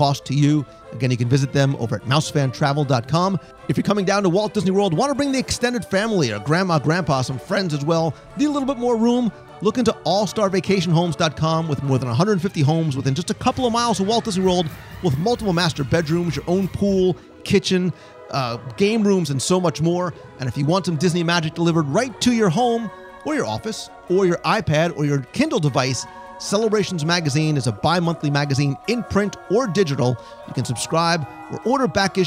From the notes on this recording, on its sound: Live restaurant review of the Whispering Canyon Cafe. Join us virtually around the breakfast table for our live restaurant review of one of Walt Disney World's most fun, engaging, well-themed, entertaining and delicious experiences - the Whispering Canyon Cafe at Disney's Wilderness Lodge.